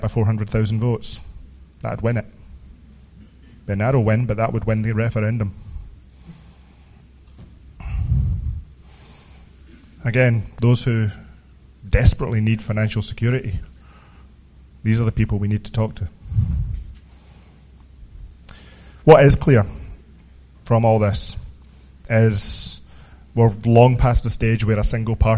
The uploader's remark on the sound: was recorded in Glasgow, Scotland on the 19th of January 2017 at the Sottish Independence Convention conference